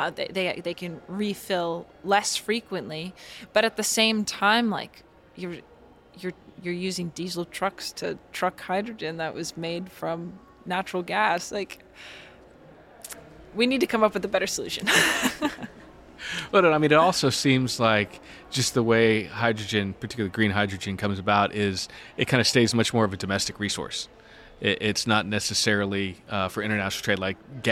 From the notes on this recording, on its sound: Live At The Solar & Energy Storage Summit. Is live in San Diego, bringing you highlights from each day of the conference.